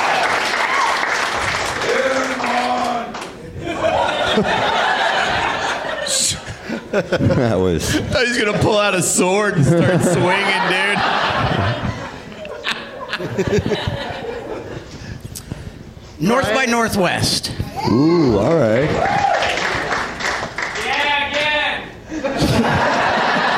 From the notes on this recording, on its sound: Live from Goodnight's Comedy Club in Raleigh